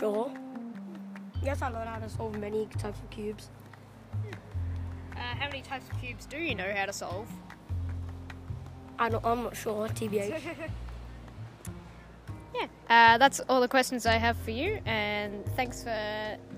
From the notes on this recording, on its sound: This episode I’m in Kensington for the Melbourne Mini Sunday comp.